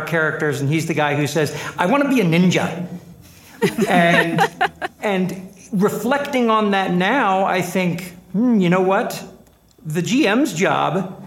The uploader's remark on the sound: This episode was recorded live at LTUE